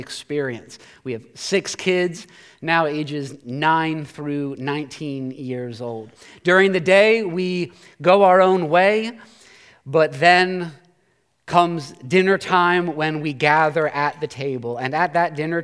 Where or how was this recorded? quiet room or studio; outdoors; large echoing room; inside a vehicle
large echoing room